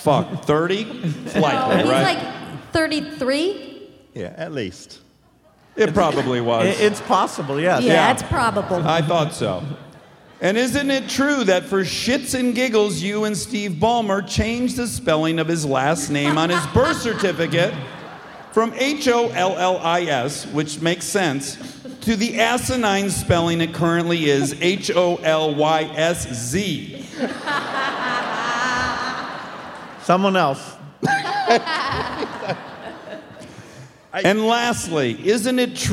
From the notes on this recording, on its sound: Armchaired & Dangerous Live from Seattle at the Paramount Theater.